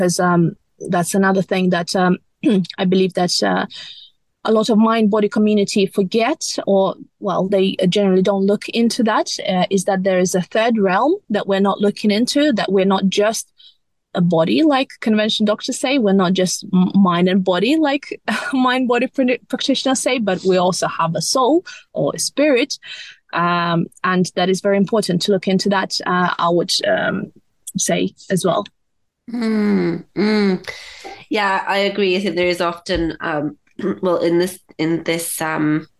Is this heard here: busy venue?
no